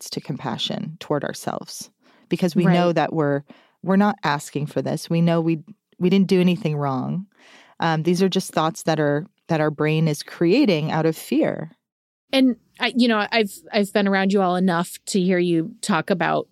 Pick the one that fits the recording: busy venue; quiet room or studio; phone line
quiet room or studio